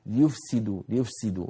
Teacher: تكاد الفاء تكاد تلغى أمام السين القوية